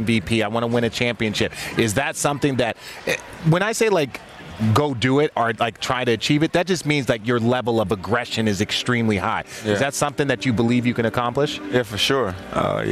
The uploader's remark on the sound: Live from Vegas Summer League